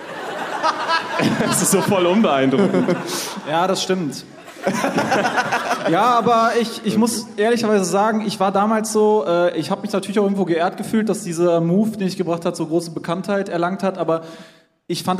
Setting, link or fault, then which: setting, live audience